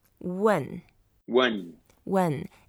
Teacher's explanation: And because it's fourth tone, we go down.